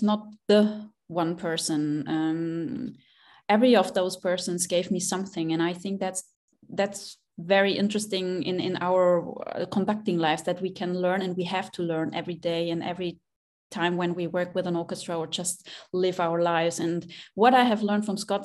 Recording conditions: video call